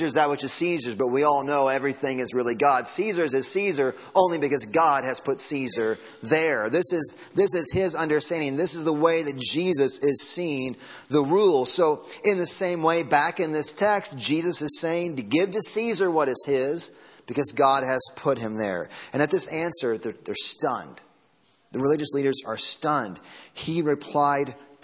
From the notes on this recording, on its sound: Sunday Morning Sermon Audio.